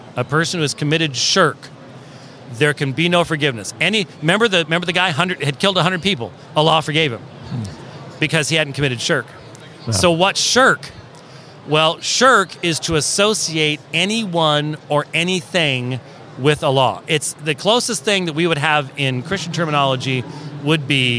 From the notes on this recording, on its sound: This episode was recorded at G3 2023 National Conference.